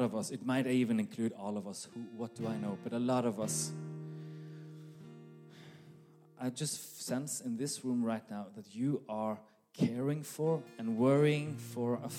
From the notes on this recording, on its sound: This message was recorded live at our Malmö Gathering. C3 Church Malmö & Lund.